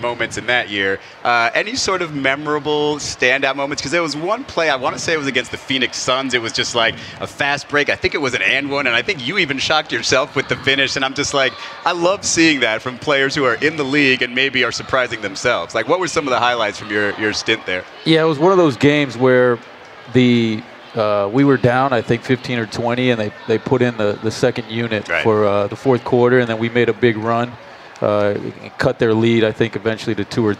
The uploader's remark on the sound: Interview LIVE from Summer League. LIVE during NBA Con at Las Vegas Summer League.